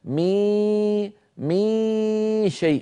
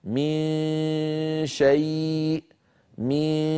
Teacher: مي، فالآن يخرج صوتان، غنة من الخيشوم لها الغلبة والهيمنة، وصويت من الفم بسبب أن مخرج الشين مفتوح ليس فيه انغلاق للمخرج · Shown in: second take · فيبقى صويت.